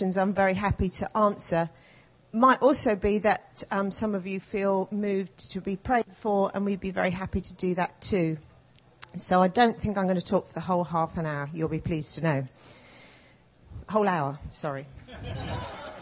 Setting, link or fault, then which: setting, live audience